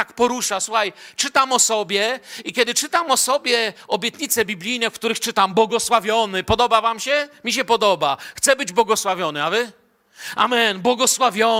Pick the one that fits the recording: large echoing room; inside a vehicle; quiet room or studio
large echoing room